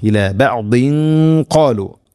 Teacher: തൻവീന് ശേഷം ഖാഫ്, ഖാഫ് ഹെവി ലെറ്ററാണ്, അതോടുകൂടെ അതിൻ്റെ കൂടെ വരുന്ന ഗുന്നയും ഹെവി ആയിരിക്കണം. ബഅദ്ദും ഖാലു ഇങ്ങനെയാവണം. · Term: ഇഖ്ഫാം ബിഗുന്ന